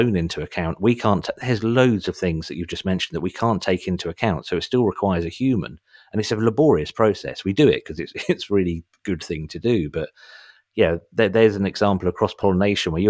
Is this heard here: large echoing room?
no